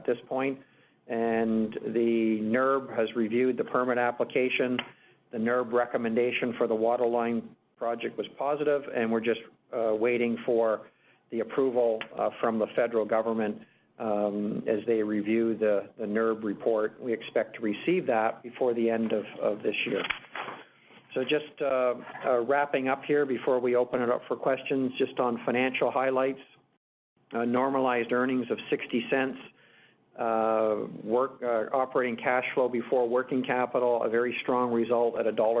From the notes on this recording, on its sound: Agnico Eagle Mines’ Q3 conference call